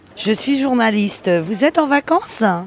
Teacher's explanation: she has a particular accent, which means that she almost stresses the last syllables of the words.